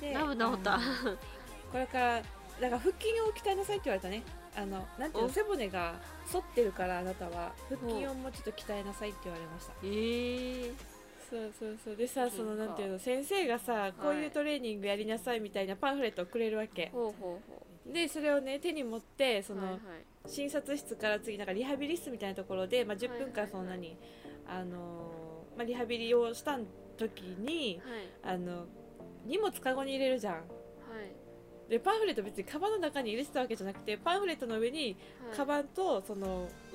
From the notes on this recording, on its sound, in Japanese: 工事の音にもめげない声で！家の前では工事を行なっており。雑音が入ってくるやもしれません。